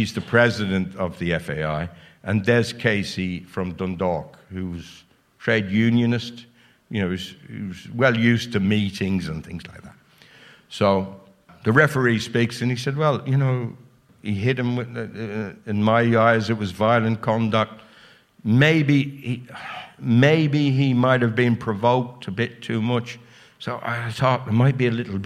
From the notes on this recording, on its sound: At our end-of-year live show last week. Warmly received by the Liberty Hall crowd and our World Service members alike.